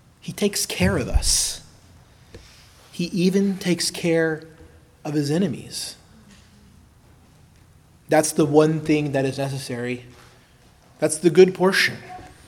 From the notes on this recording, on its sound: preached at Christ Our Savior Baptist Church